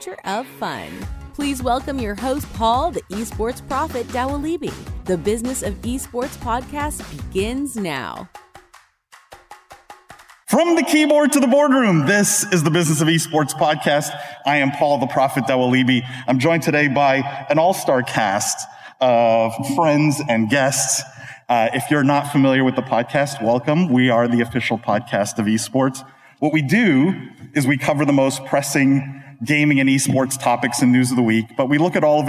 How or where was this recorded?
busy venue